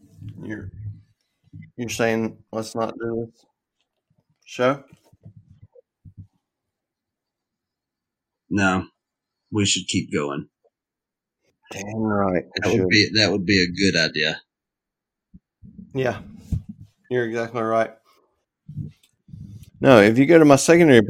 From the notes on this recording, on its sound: Sorry for the audio lags.